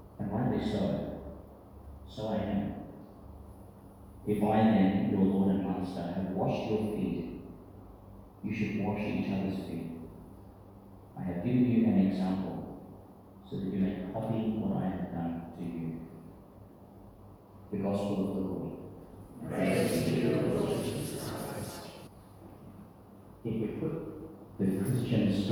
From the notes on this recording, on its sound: delivered in St Peter Chanel, Tannum Sands, Qld.